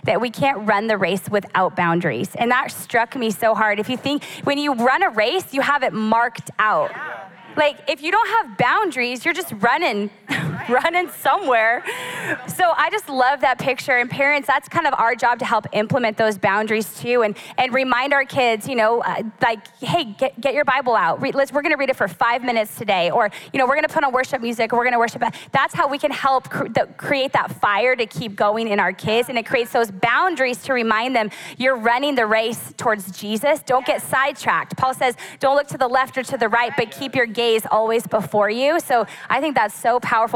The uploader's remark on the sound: Recorded live at Capital Church in Meridian, Idaho